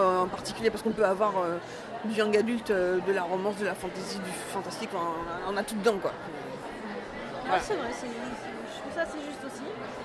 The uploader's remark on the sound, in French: Au Salon du Livre et de la Presse Jeunesse de Montreuil. Effectuant une interview pour la 1ère fois avec un micro tout neuf, mon son est parfois faible mais pas celui de l'interviewée.